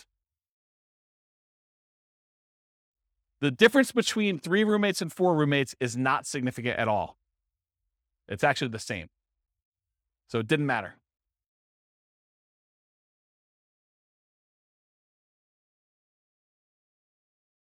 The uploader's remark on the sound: This was a live class recorded